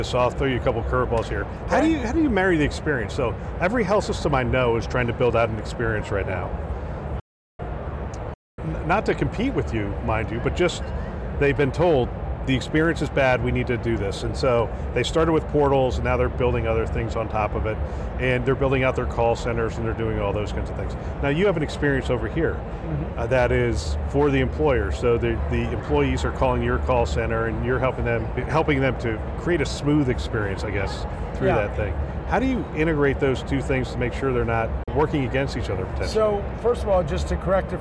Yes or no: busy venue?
yes